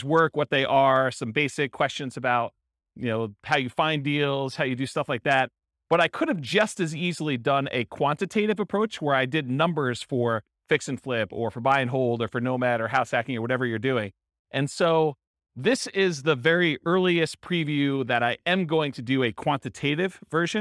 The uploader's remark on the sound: This was a live class recorded to give investors a solid qualitative overview of all the different real estate investing strategies. Live in-person version.